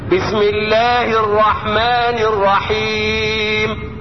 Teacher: الالف اللي بعد اللام في لفظ الجلالة واقع بعد حرف مرقق فرققت، والالف اللي واقع بعد الميم في كلمة الرحمن.